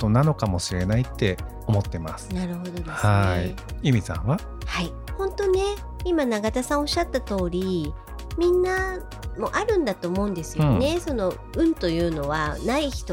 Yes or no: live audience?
no